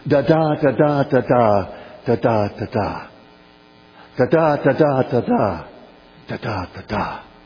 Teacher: this is what's called the kina meter, which is used in laments and dirges in scripture, which is a sort of a 3-2 meter